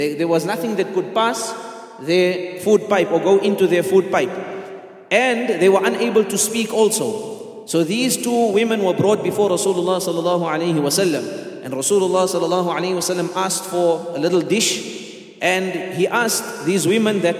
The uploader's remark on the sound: at the Houghton Masjid (West Street)